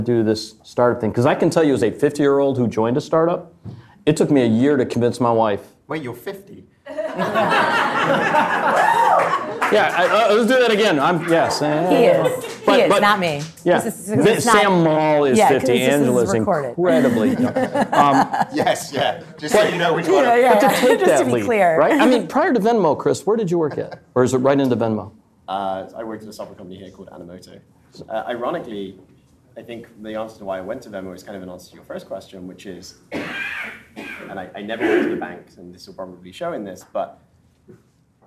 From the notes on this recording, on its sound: Recorded live from the Big Apple. Are joined by some fantastic guests at our After Dark event in New York.